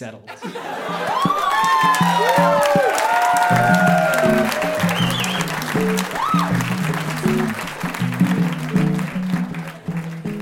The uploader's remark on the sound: Recorded live at The Club in Banff, Alberta.